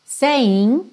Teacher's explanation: Saying, você não pronuncia o G final.